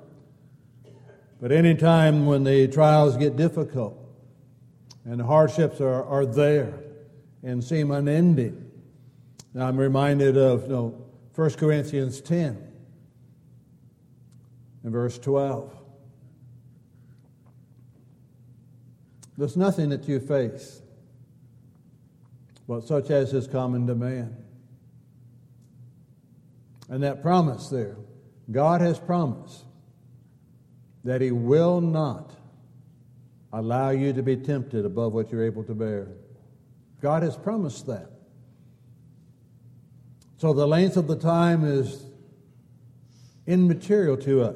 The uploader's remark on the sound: Downtown Church Of Christ Audio Sermon